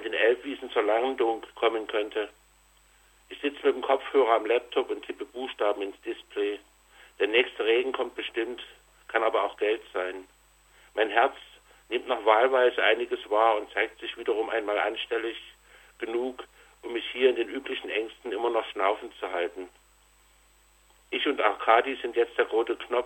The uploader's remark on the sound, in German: Lesung und Gespräch am Telefon